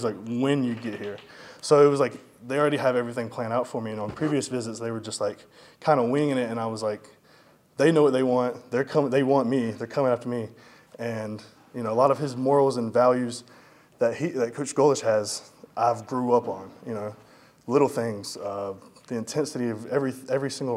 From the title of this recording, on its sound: full audio from Monday press conference